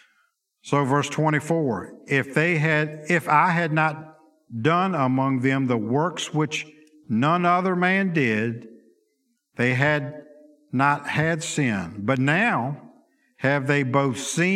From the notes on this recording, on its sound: Sunday school lecture